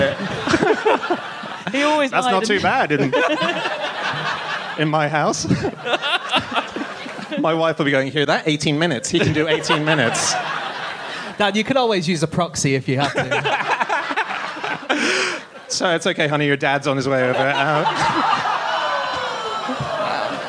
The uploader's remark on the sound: Live from Philadelphia